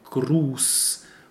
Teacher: But in this case, like in gruß, we have a long closed vowel u, and you can see that with a with a s set, So it's gruß, and this is just a sharp.